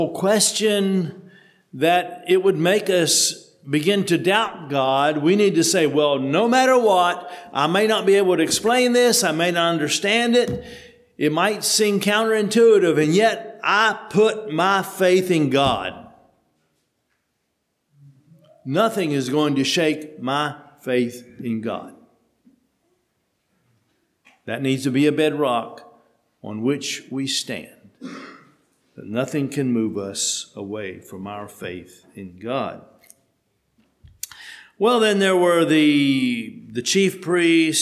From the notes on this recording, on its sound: Sermon preached at HMC